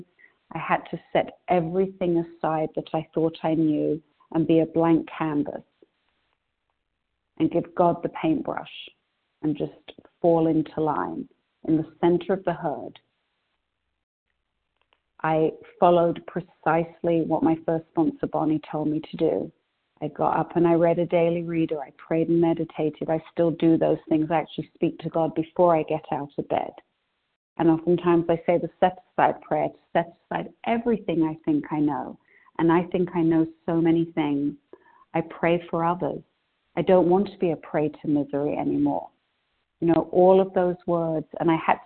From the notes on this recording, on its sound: 100 Pounders Phone Meeting on 12/8/20